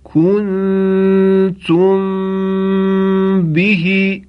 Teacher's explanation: صدای میم ساکن به صورت غنه و به میزان دو حرکت امتداد پیدا می کند · Term: اخفا